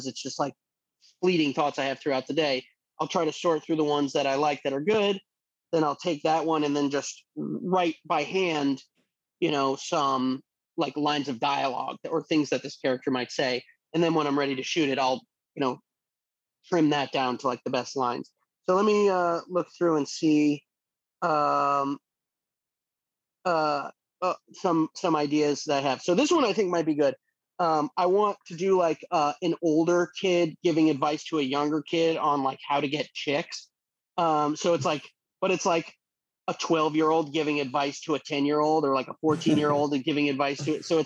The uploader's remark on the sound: over Zoom this week